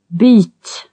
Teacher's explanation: Long Y with open lip rounding. Byt. Short Y.